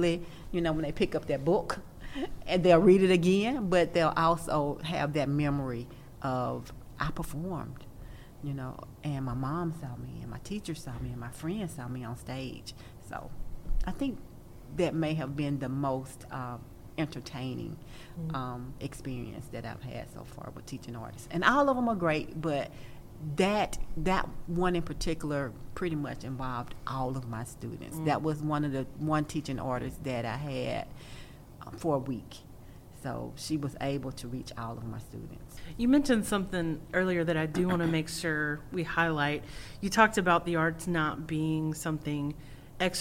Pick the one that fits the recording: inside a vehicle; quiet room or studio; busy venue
busy venue